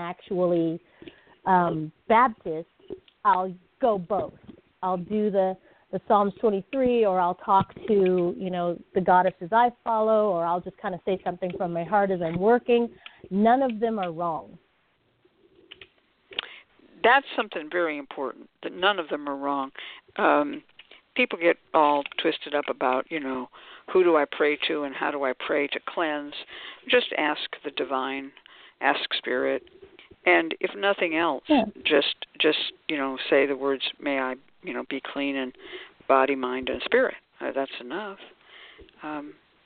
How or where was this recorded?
phone line